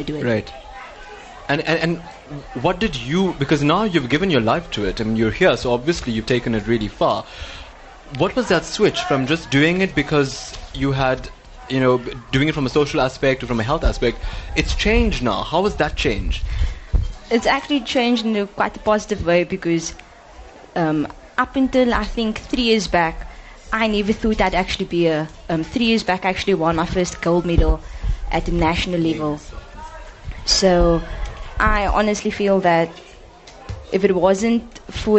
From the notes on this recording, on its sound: Live broadcast from the 2017 SA Karate Nationals. Superb performances by 600 young karatekas as they battled it out for national colours in karate.